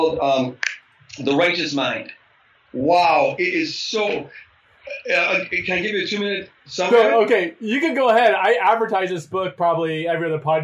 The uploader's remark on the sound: We had some technical difficulties during the recording. The audio is not to our standards, but we felt the podcast was too good to throw away.